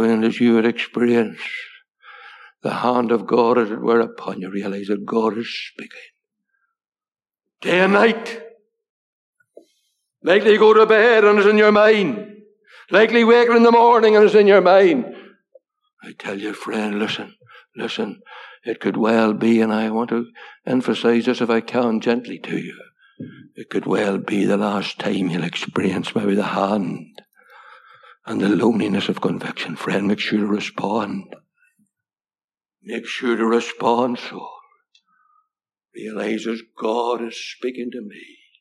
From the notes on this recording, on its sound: Gospel Audio Recording from Ballyclare Gospel Hall